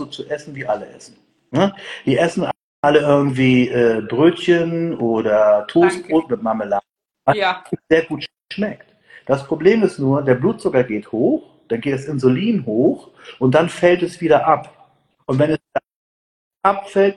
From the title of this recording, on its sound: Instagram Live Talk